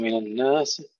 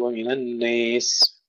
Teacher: دور أبي عمرو، لفظ الناس المجرور يميله دائما · Shown in: second take · بدل أن يقول من الناس يقول ومن الناس، ومن الناس